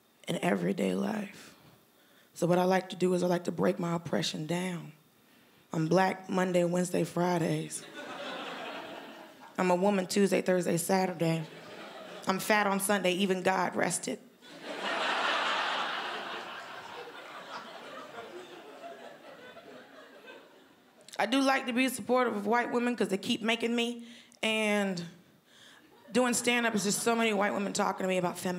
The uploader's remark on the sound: Melbourne International Comedy Festival's Comedy Up Late. Recorded at the home of the Festival Club, Max Watt’s for ABC.